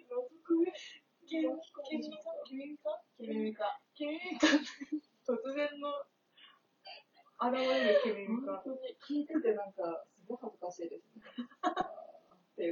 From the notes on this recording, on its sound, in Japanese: 対面収録なのになーんでこんな音声悪いかねww。音量無理やり上げたのでまた雑音すごいです泣。